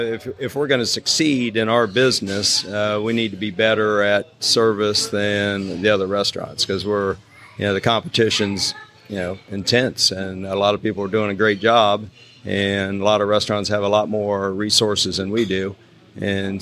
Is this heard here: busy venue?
yes